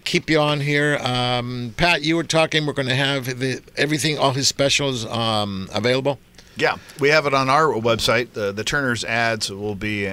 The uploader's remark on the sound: "LIVE" from Angel Stadium in Anaheim, CA